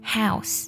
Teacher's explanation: House 在美音当中的发音呢，它的元音，起音更加偏向于 A